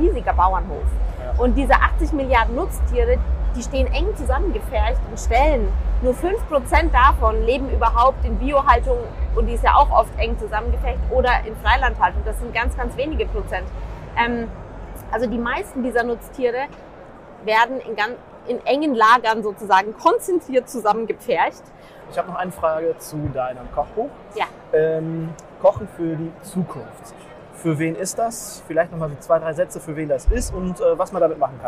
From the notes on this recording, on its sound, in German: Live auf der Intergastra. In der StartUp-Box vom DEHOGA Baden-Württemberg.